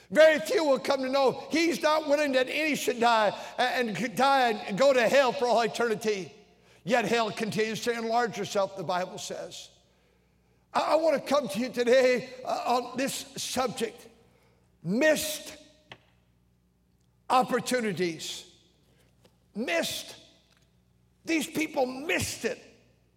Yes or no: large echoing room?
yes